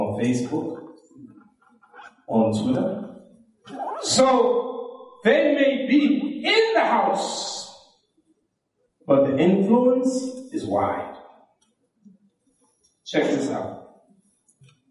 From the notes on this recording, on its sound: This lecture was given at the IONA Convention.